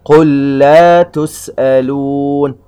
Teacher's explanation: ودليل الإدغام نجد أن اللام الأخرى مشددة، دليل على أن اللام الأولى أدخلت فيها، فأصبحت اللام الأولى كالثانية مشددة